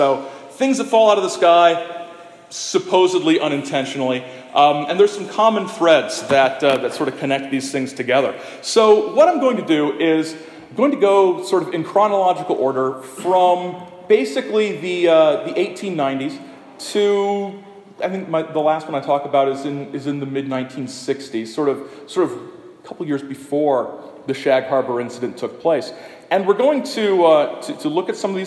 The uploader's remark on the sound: This is the talk I gave on September 30 at the 50th Anniversary Festival commemorating the Shag Harbour UFO Incident in Shag Harbour, Nova Scotia.